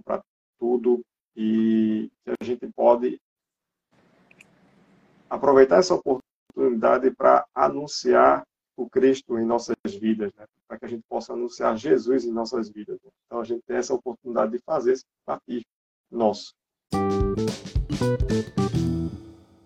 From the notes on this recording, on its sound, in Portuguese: Live realizada através do Instagram